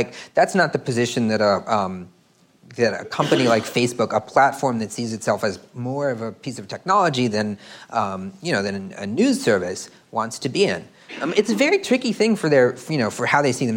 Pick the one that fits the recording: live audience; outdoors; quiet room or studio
live audience